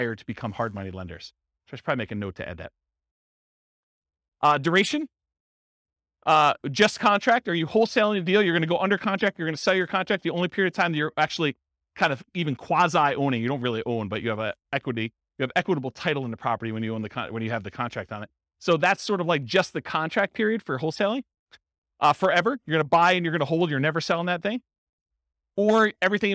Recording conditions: live audience